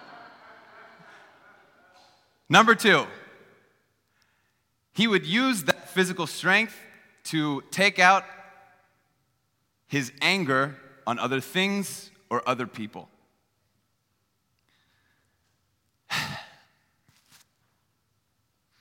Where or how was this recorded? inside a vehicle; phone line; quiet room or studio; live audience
live audience